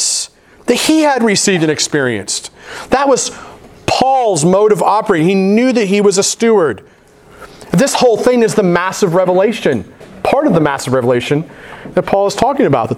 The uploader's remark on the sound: at The Well, an Acts 29 and Converge Heartland Church in Hastings, NE.